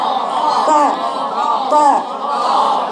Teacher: يبقى الطاء عمرها ما بقاش فيها إشمام، لأن الشفتين ما لهاش دعوة بالمخرج بتاع اللي هو الطاء، أنا قلت لك طرف لسانك أو اللي هي ظهر لسانك مع منبت الثنايا العليا مع استعلاء للسان اطباق الصوت يعني فوق، يعني اياك تجيب الطاء ولسانك تحت كده تقولي طا طا طا طا طا.